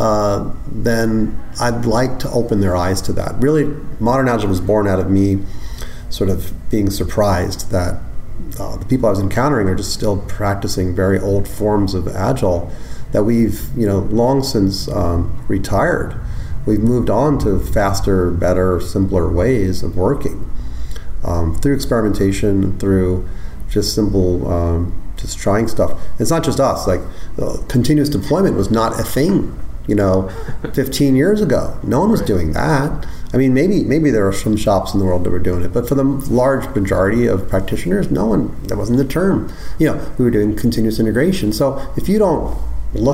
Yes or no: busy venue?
yes